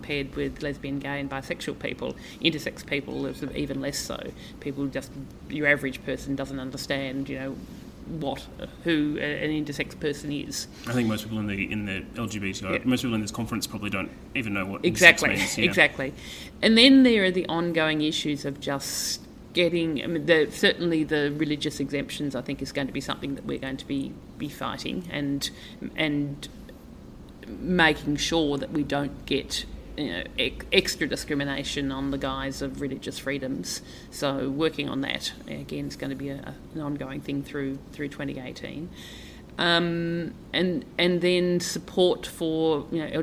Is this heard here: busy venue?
yes